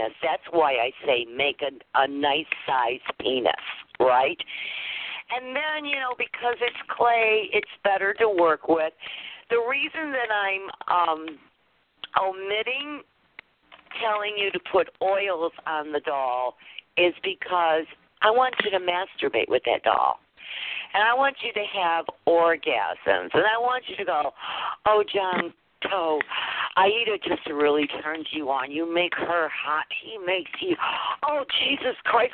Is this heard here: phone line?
yes